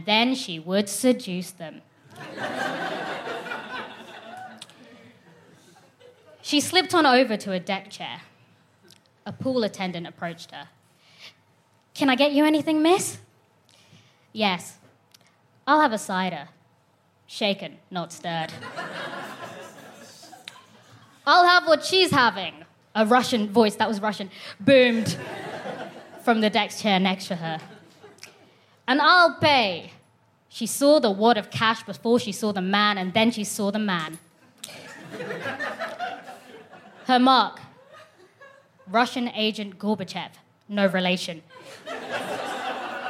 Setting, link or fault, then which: setting, busy venue